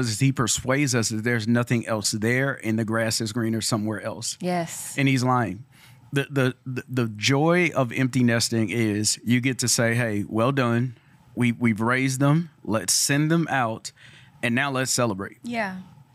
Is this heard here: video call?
no